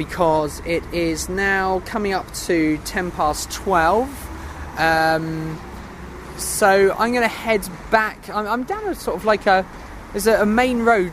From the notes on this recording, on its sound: I’m on location, in my hammock